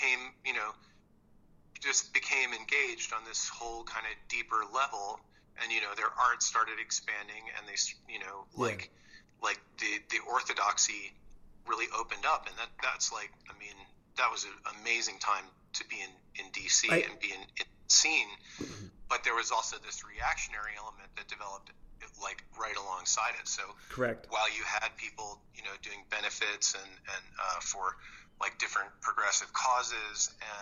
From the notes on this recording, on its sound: We spend an hour on the phone.